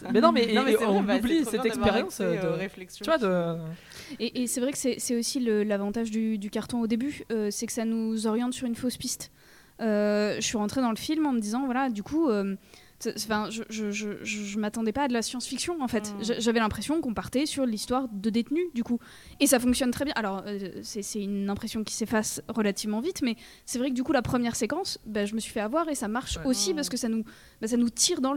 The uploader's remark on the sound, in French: Kolibri est en direct du Festival International du Court Métrage à Clermont-Ferrand.